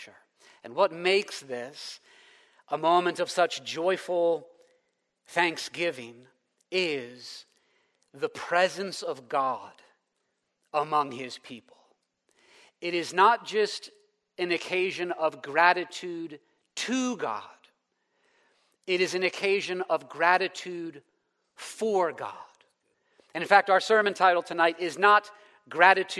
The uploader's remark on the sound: preached in the first session at our Leaders Retreat on May 5, 2023